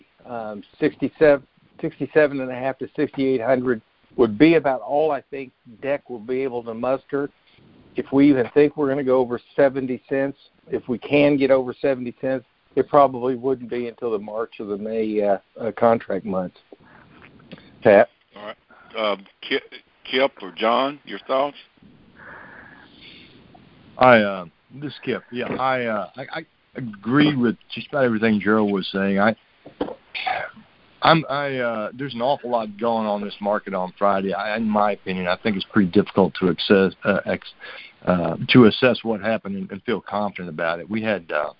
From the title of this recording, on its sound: Monthly Conference Call